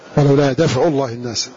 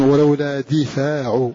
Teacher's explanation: بفتح الدال وإسكان الفاء، ويلزم من إسكان الفاء القصر · Shown in: first take